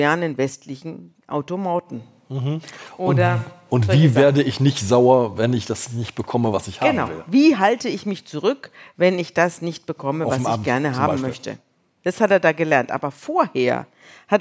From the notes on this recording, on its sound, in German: In Leipzig vor Publikum.